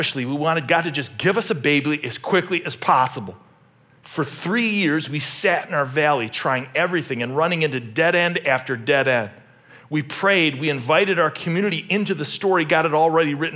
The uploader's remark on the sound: This message was originally preached at Highpoint Church on Sunday, May 14, 2023.